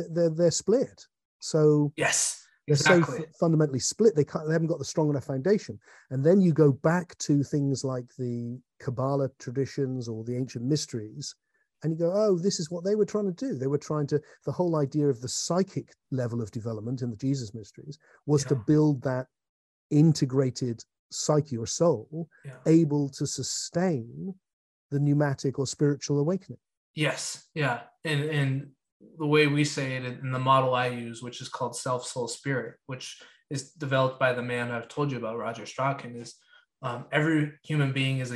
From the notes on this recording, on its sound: Had a long philosophical chat on zoom recently, which he recorded.